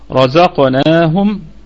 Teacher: الراء مفخمة والقاف في الدرجة الثانية من درجات التفخيم وبقية الكلمة مرققة والنون في أقل.